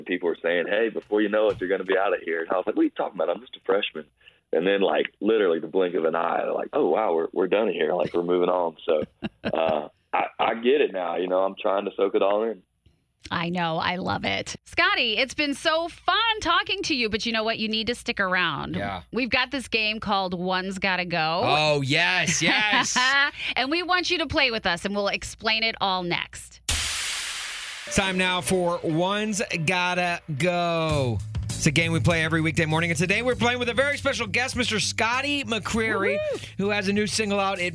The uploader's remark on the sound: called